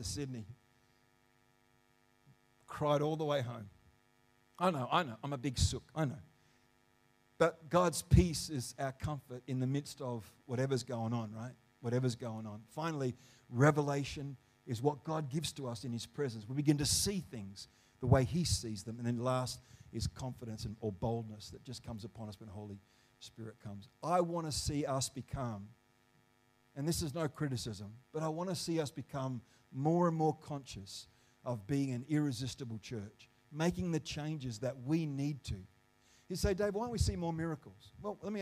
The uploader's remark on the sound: The live stream of Destiny Church Atherton.